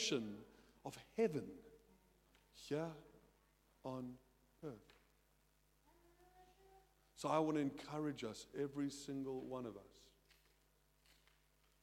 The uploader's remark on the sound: at Joshua Generation Church Milnerton congregation